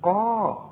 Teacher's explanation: القاف اللي بعدها المد بتبقى اعلى درجات التفخيم